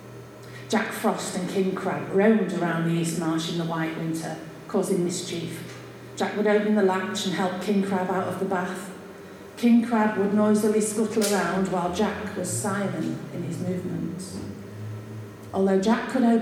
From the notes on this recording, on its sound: This mini-episode is our penultimate recording made at the very successful book launch of Tales from the East Marsh by our very own East Marsh Writers Group, Quills.